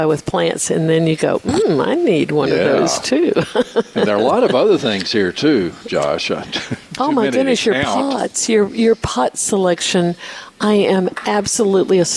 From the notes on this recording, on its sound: broadcasting live from Logan's Trading Company